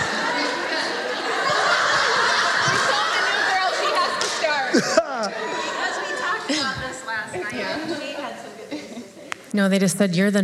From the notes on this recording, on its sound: At the women's event, we have a panel of ladies fielding a few questions.